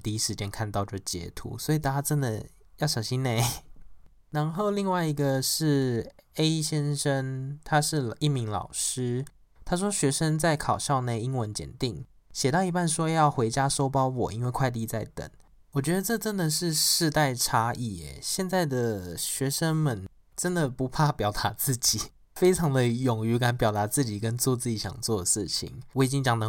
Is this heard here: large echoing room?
no